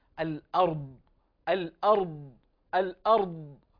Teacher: نفخم ونحقق الاستطالة في حرف الضاد